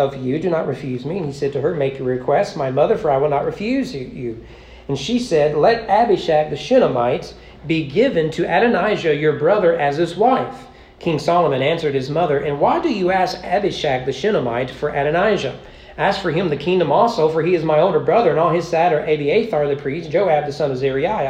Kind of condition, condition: setting, large echoing room